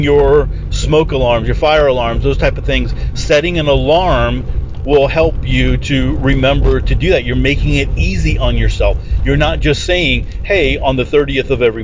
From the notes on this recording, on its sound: The Ready Your Future Podcast is now recorded in my truck, on the way to work.